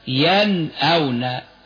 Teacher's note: الهمز بعد النون الساكنة تظهر النون الساكنة هكذا ينأون، ومن كلمتين كالنون الساكنة قبل الهمز من كلمتين من قوله من آمن، والنون الساكنة قبل الهاء من كلمة مثل منهم أو منها، منها خلقناكم. · Term: الإظهار